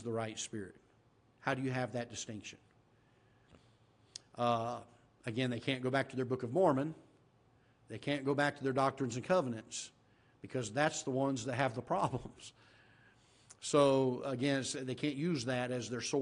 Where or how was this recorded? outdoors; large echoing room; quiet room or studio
large echoing room